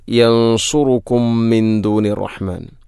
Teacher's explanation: യൻസുറുക്കും മിൻ ദൂനി റഹ്മാൻ, യൻസുറുക്കും. സുക്കൂനുള്ള മീമിന് ശേഷം വീണ്ടും മീമ്, ഇദ്ഗാം മുത്തമാസിലേനി സുഗീർ